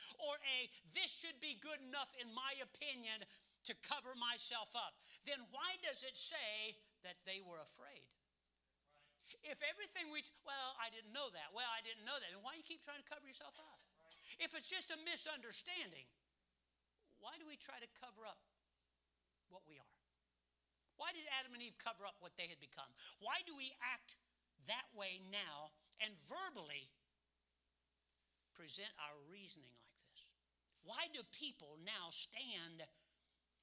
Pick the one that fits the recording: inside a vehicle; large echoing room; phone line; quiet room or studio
large echoing room